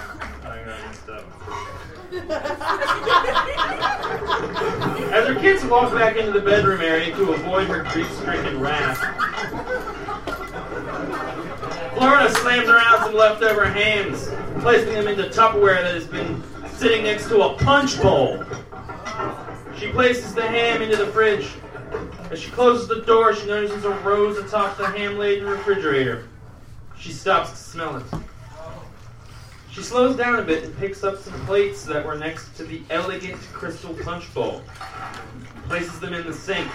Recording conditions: live audience